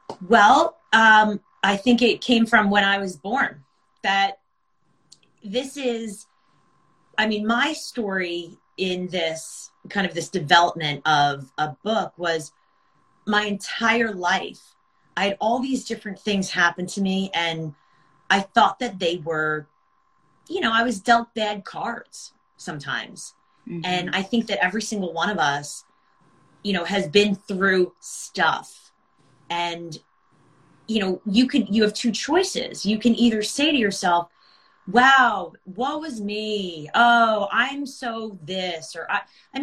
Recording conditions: video call